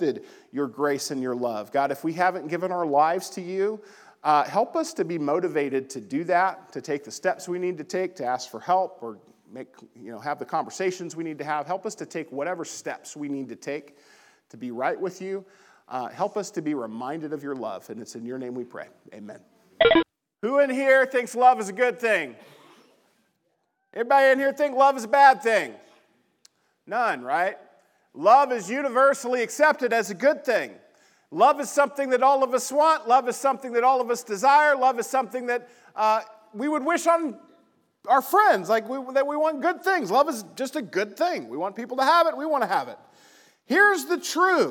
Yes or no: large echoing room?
yes